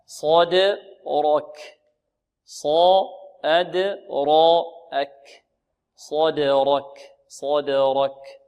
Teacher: الصاد مفخمة، ولا نضم الشفتين في الصاد